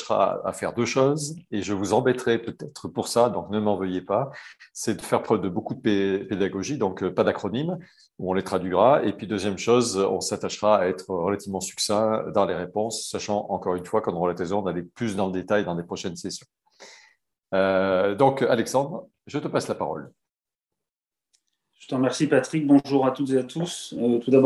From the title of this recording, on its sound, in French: 21 janvier 2022 en visio